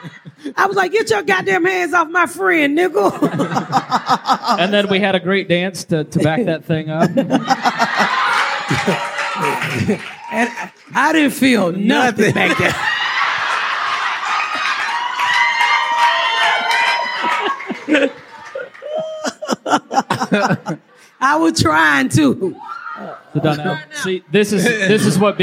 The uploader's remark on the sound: Recap Live. Joining us live on the stage.